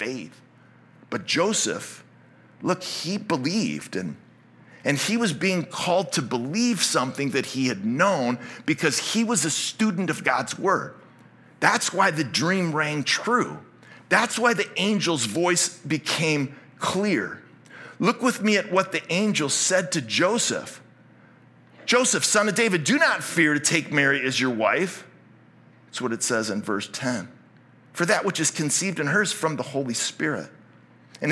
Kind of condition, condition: setting, large echoing room